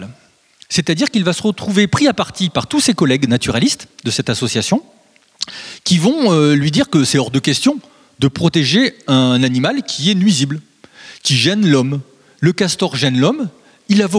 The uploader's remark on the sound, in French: Conférences données pour les 15èmes Entretiens de Bibracte en septembre 2021, à Saint Léger sous Beuvray.